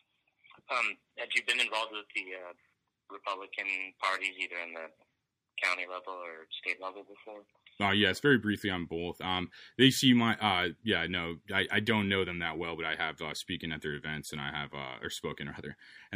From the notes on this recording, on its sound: over the phone